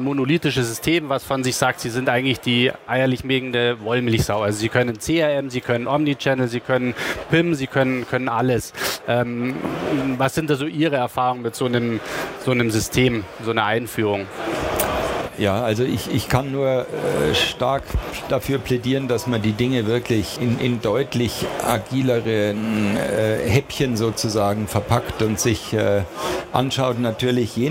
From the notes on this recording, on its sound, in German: aufgezeichnet auf der Internet World Expo 2018 in München